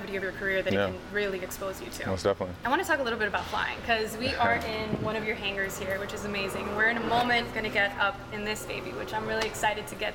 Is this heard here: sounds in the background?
yes